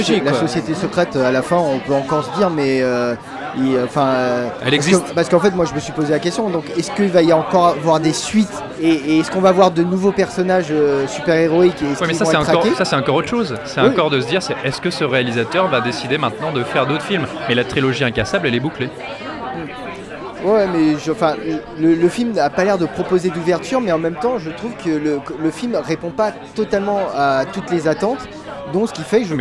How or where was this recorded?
busy venue